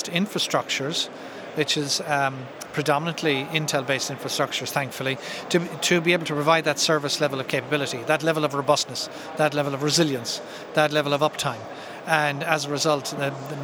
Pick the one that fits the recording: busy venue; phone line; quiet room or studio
busy venue